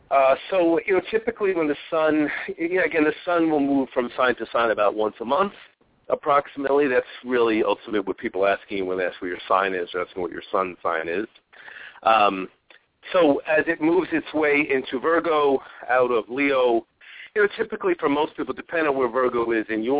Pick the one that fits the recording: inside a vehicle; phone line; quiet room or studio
phone line